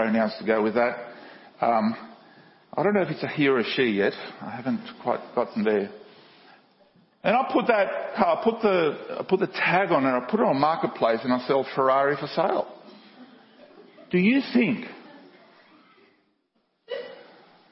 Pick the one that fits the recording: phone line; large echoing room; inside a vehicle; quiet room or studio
large echoing room